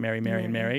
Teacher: all the three Marys sounding alike